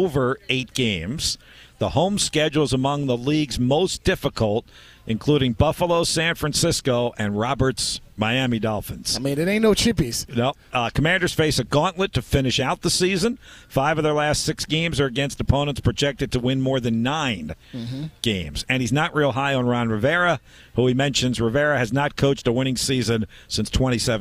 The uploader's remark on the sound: live from Colonial Downs